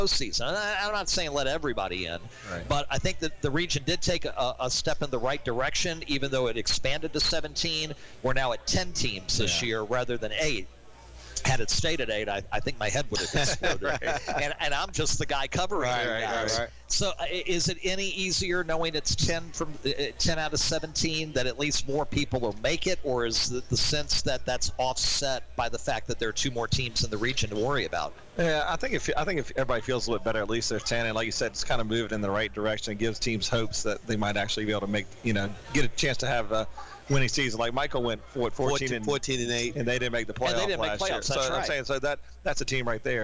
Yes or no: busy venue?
yes